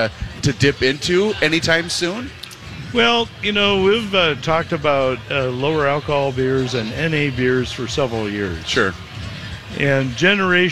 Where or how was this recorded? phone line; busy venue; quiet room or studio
busy venue